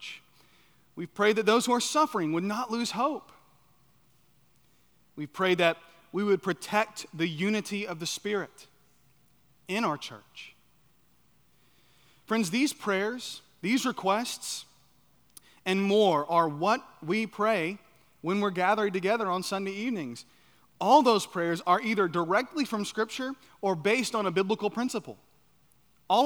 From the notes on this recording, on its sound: at Chaffee Crossing Baptist Church in Barling, AR.